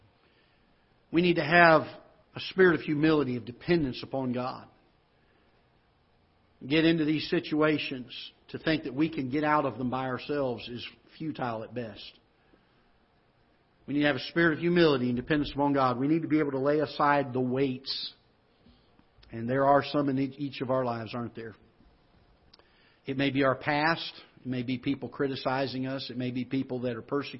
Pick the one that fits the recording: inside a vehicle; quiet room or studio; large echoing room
large echoing room